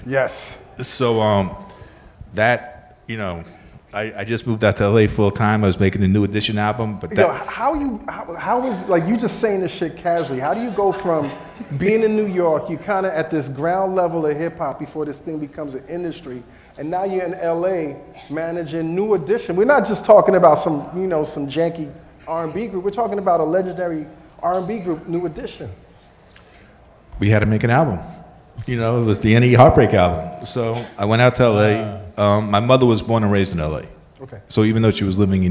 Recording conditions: live audience